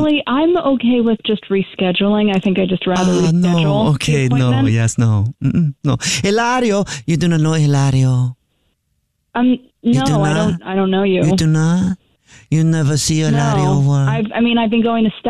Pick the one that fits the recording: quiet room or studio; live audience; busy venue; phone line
phone line